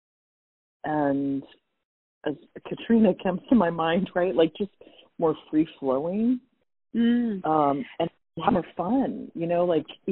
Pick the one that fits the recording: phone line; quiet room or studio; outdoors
phone line